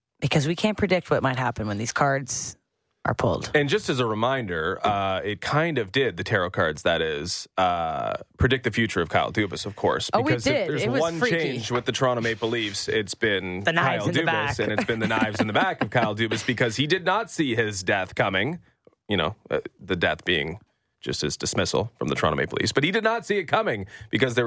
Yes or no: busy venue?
no